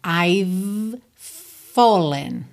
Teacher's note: A diferença é que o V é vocalizado. E o F não é vocalizado, só sai ar.